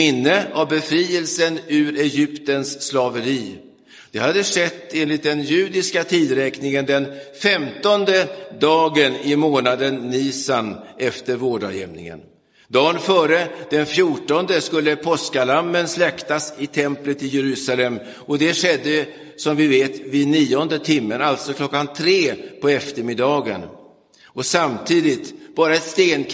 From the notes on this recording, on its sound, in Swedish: Inspelad i Roseniuskyrkan den 5 mars 2023.